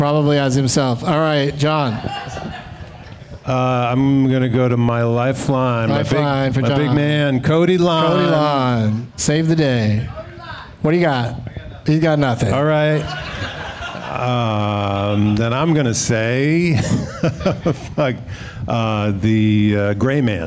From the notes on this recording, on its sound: Live from the The Creek and the Cave in Austin as part of SXSW